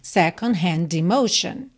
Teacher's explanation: Naturalmente, também juntou o D de hand, não é de emotion